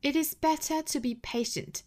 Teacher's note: 中间的这个 t 爆破送气很明显